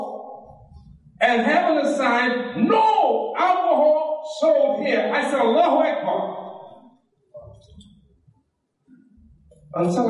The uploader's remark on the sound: This lecture was given at the IONA Convention.